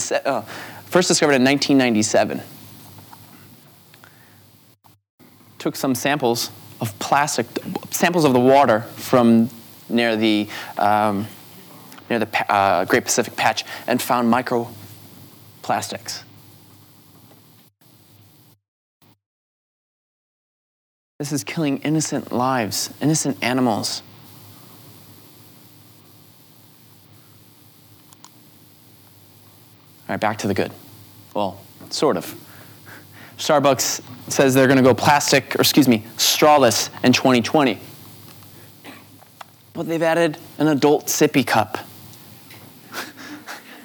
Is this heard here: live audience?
yes